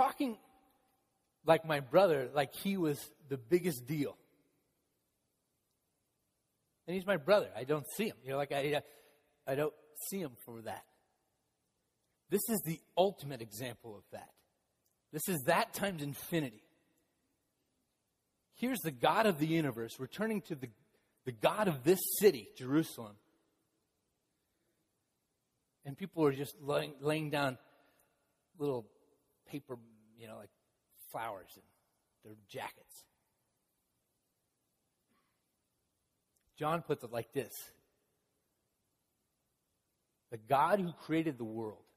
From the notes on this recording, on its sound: Palm Sunday message delivered during the Contemporary Worship service.